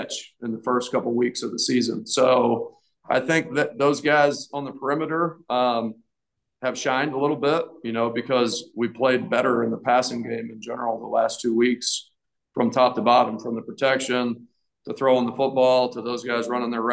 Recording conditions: video call